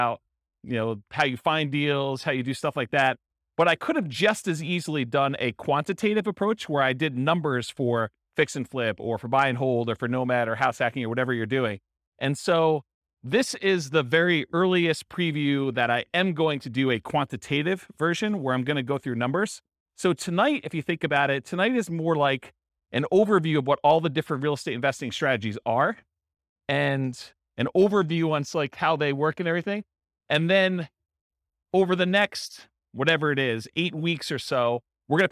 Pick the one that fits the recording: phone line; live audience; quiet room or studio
live audience